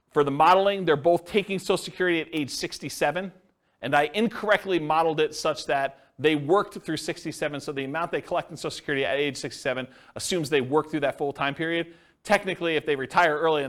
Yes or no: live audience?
yes